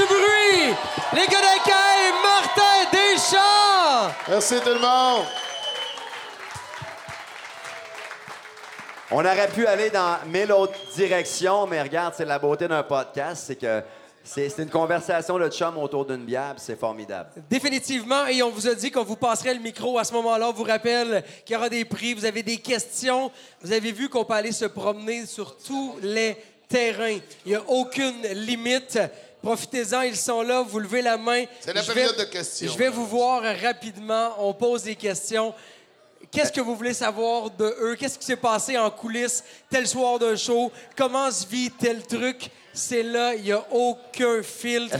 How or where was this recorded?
live audience